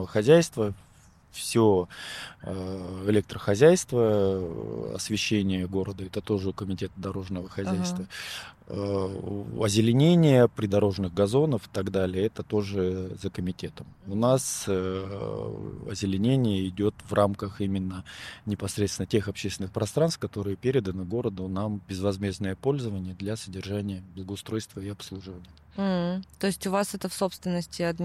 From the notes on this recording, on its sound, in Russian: Подкаст записывался в сквере Алое поле.